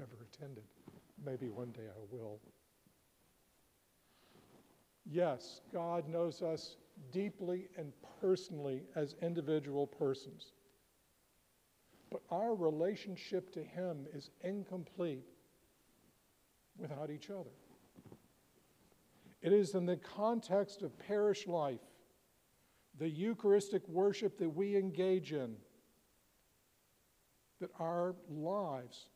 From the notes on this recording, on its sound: preached at All Saints Anglican Church in Charlottesville, VA on April 7, 2023